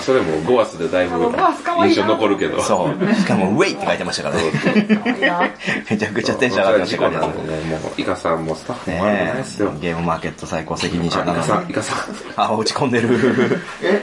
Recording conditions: busy venue